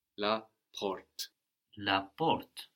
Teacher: The door in French is la porte, P-O-R-T-E. And this R kind of goes a bit in the throat in French